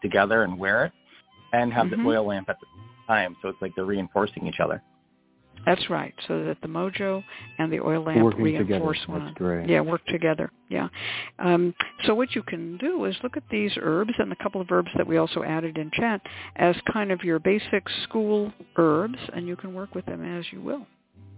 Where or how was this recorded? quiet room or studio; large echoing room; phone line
phone line